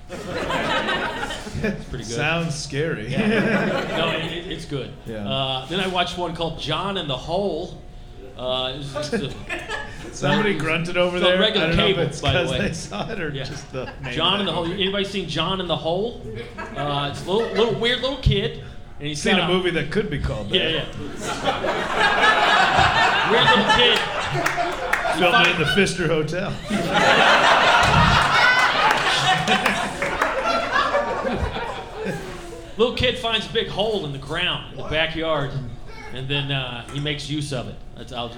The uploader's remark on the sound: Live from Milwaukee. At The Milwaukee Comedy Festival.